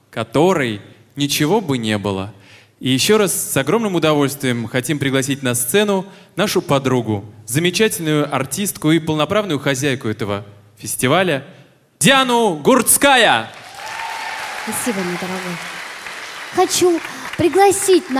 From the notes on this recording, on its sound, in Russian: Концертный зал Радио ВОС представляет. Фрагменты гала-концерта V международного благотворительного фестиваля «Белая трость».